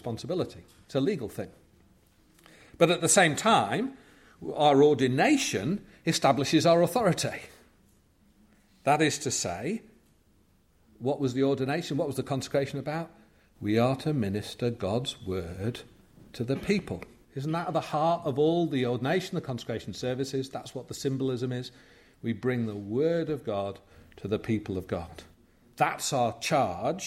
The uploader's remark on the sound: From the 2023 Fellowship of Word and Spirit Conference, "Leadership Reset - in an age of scandals, struggles and schism".